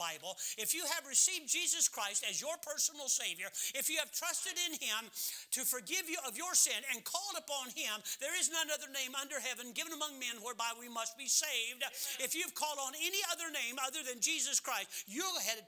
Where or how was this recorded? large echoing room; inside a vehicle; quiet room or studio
large echoing room